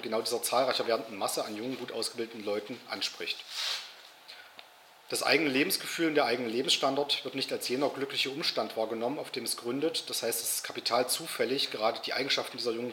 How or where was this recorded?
large echoing room